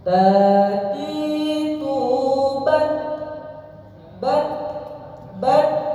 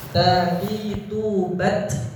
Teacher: Adapun ta ini nggak ada desis, tapi nafasnya keluar ketika sukun. · Shown in: first take